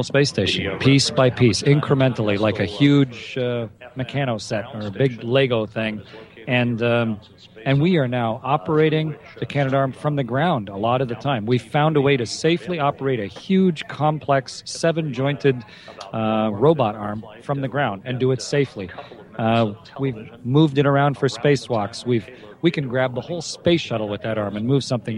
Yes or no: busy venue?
yes